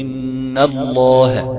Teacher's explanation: يبقى كده غنة مقدار حركتان كاملتان ليس فيهما أي نقص